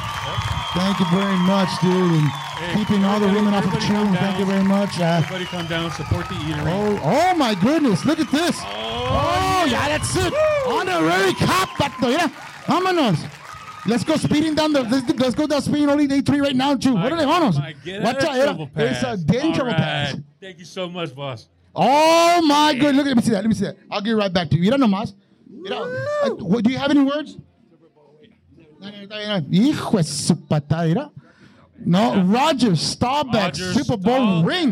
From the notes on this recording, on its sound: Live from The Craft. We got fans on the Pod.